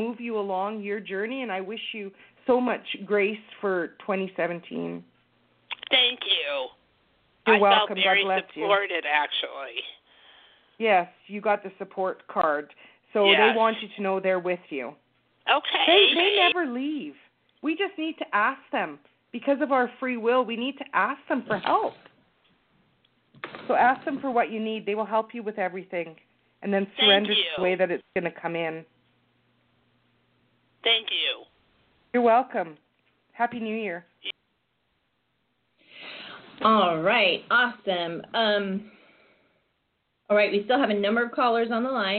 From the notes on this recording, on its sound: Call in Show.